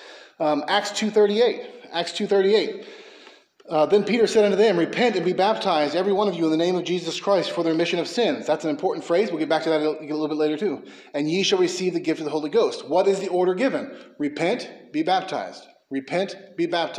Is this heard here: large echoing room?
yes